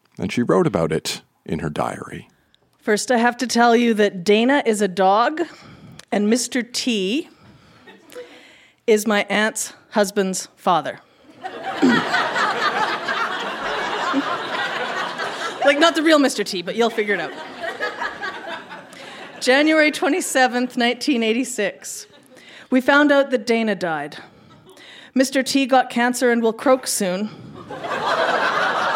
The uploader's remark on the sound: Recorded live at the Artesian in Regina, SK.